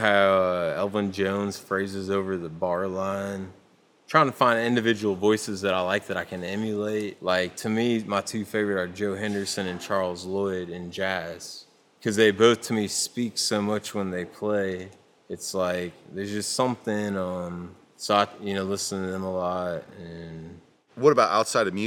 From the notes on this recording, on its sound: sat down to speak live at the 2014 Creative Strings Workshop